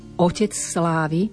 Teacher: nevyslovujeme Otec slávy zvlášť, spojíme, prelínajú sa nám dve sikavky.